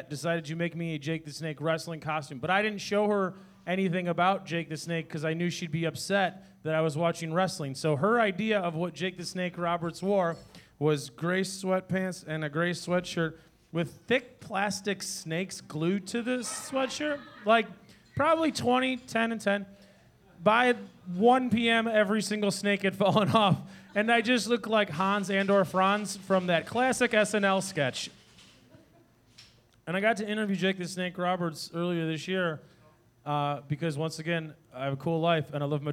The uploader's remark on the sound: Live at The Whistler